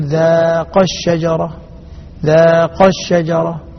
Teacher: أما القاعدة فتقول إذا كان أول الساكنين مدا والتقيا في كلمتين فإن المد يحذف حتى لا يلتقي ساكنان، وذلك كقوله تعالى فلما ذاقا الشجرة، ذاقا ألف الاثنين موجودة، لكن إذا وصلناها بما بعدها لابد من حذفها · Term: حذف المد الطبيعي